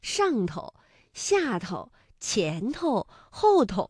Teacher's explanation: 头这个字在生活当中其实我们是经常用作轻声来表达的，比如说像上头、下头、前头、后头。那么在这里呢，这个头啊就没有特别明确的含义了，表示方位就可以了。那诸如像这样的情况还有很多，接下